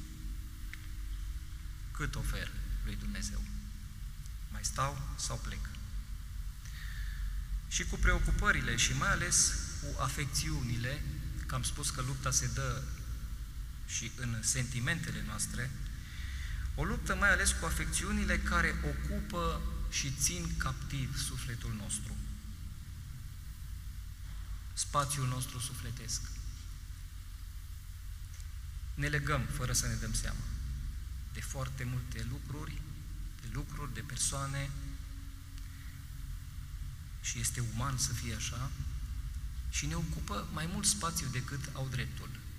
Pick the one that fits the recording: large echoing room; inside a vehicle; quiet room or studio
large echoing room